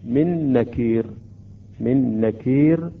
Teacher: بعد الإدغام تصبح عندنا نون مشددة، من نكير إلى اللام، من لدنه أو لم يكن له، من لدنه.